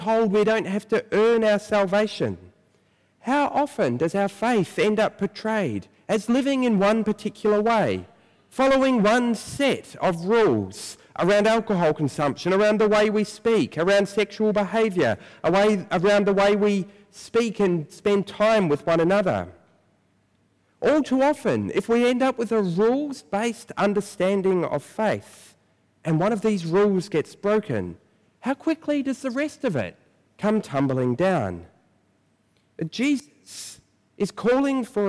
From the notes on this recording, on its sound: preached at First Church on Nov 1